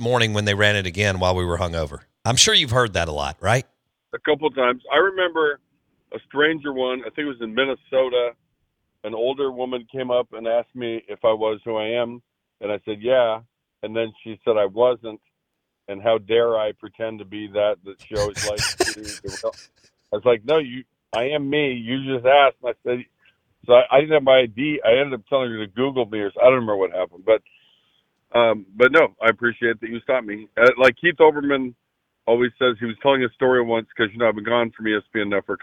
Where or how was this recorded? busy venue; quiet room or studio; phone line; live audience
phone line